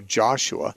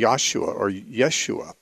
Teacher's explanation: the Hebrew language doesn't have a J sound · Shown in: second take